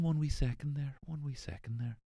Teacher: she had this real breathy Northern Irish voice